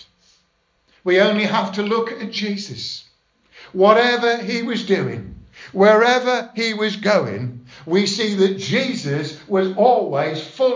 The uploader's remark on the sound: Estuary Elim Church Ashingdon Evening Service. Preaching on 'Live in the moment' at Estuary Elim Ashingdon.